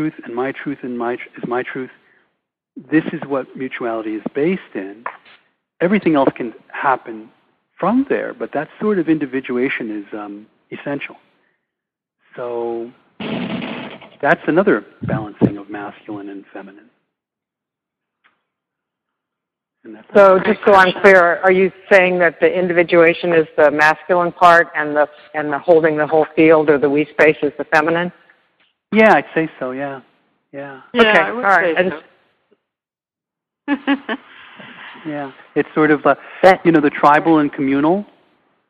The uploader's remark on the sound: Recording of Sept 2, 2015 introductory call